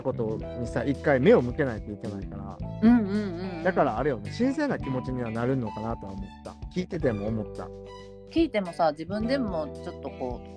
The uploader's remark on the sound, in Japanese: 散歩しながらの収録でめちゃんこ電波とぎれるやん